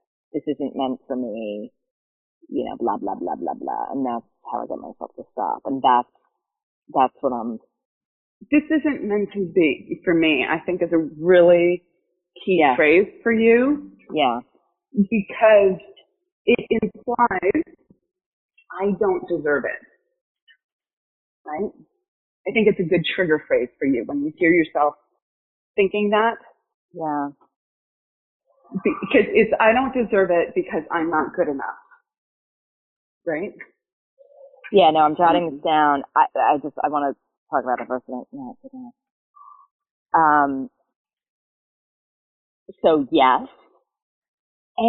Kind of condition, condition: fault, poor sound quality